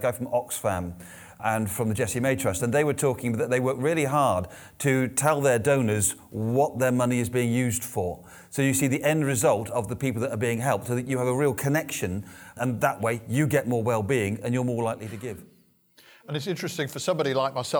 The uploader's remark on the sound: The Financial Wellbeing Conference 2019. Under the iconic wings of Concorde. Panel Discussion from the conference.